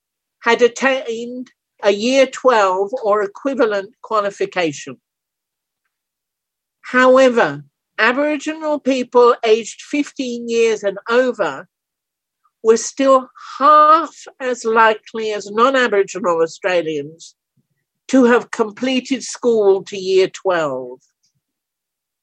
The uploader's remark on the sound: A panel discussion on the violation of Indigenous People’s Human Rights in Canada, the USA and Australia was held via Zoom. As a side event during the 48th session of the United Nations Human Rights Council.